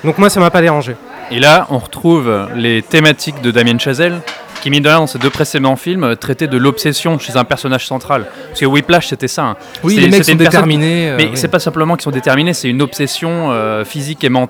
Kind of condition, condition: setting, busy venue